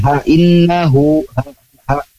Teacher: hamzah ha, nah itu ada di pangkal tenggorokan · Term: ha besar